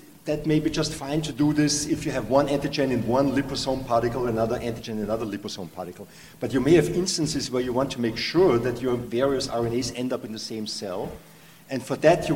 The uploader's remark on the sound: This panel discussion recorded at the 8th annual Partnership Opportunities in Drug Delivery (PODD) conference.